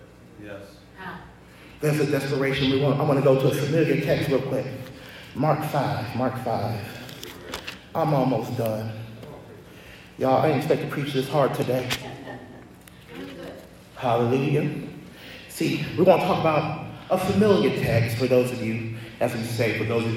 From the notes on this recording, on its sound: preached at Greater Works Outreach Worship Center in Nelsonville, OH